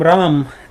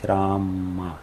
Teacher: по строгим правилам произношения санскрита нужно произносить Рама, короткое А в конце · Shown in: second take